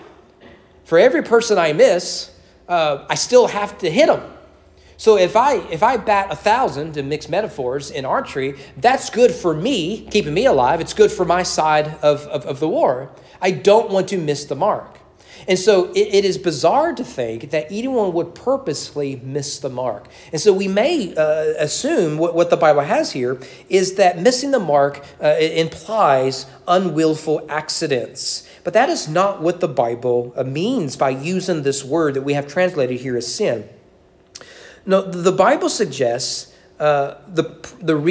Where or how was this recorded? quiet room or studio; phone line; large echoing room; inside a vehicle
large echoing room